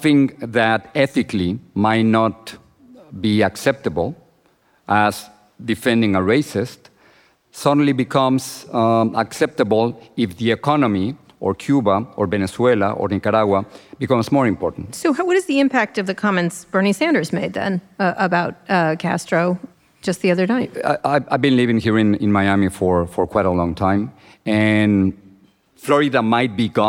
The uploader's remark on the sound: This interview was recorded in front of a live audience at the Knight Media Forum in Miami, Florida.